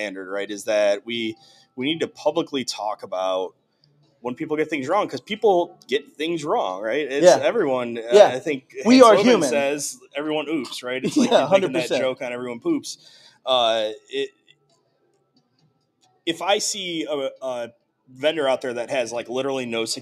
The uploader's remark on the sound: Live from the Right of Boom Security Conference in Tampa 02/09/2022. Some surprise guests pop in and say hello!